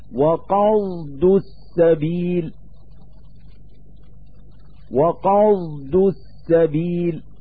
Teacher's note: الصاد المشمة رائحة الزاي، أي التي يخالط لفظها لفظ الزاي